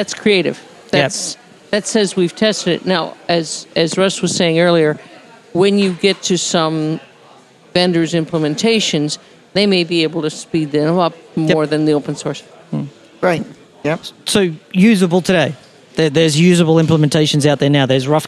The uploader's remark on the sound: This Priority Queue episode was recorded live at IETF 96.